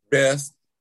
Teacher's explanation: when we pronounce things like best, we say best. We leave the T out